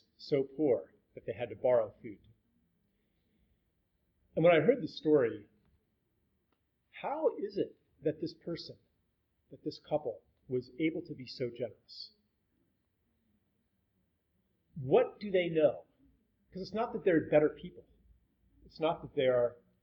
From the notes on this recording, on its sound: This podcast is a public conversation. Recorded in Santos, Brazil. Even though the audio quality isn't perfect.